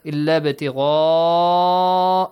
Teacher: on ba you have to produce an echoing sound. Illa btigha wajhillah qalqala.